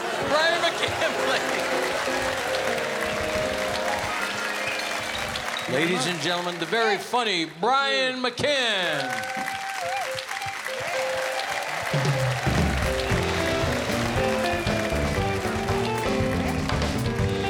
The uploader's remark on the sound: Live at the South Point Casino